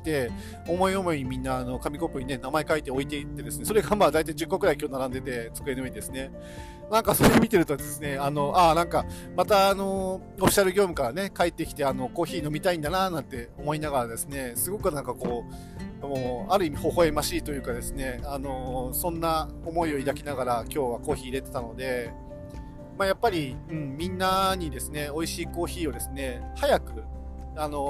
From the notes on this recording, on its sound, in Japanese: 高速道路走行中に収録したので、少し雑音があります。